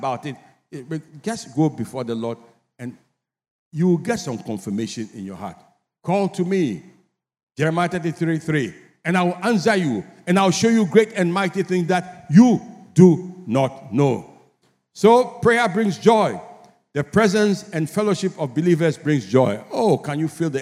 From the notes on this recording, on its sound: Sermon preached at CBC Shiashie Campus